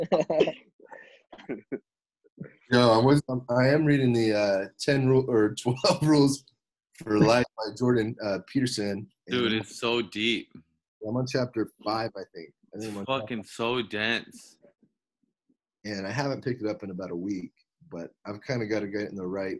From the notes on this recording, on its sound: Quarantine zoom call